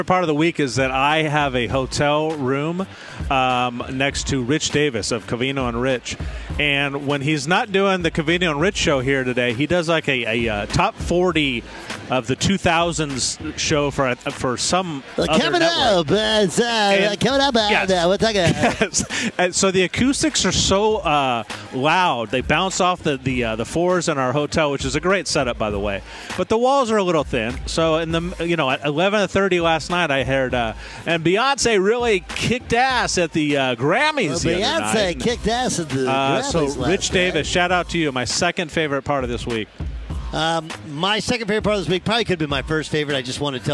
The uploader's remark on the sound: live from Phoenix in Radio Row ahead of Super Bowl 57!